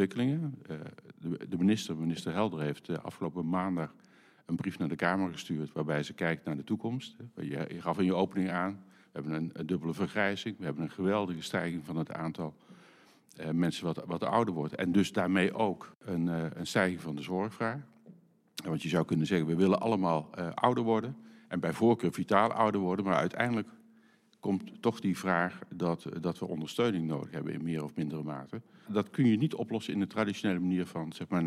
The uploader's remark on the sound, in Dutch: Iedere aflevering wordt in het bijzijn van publiek opgenomen.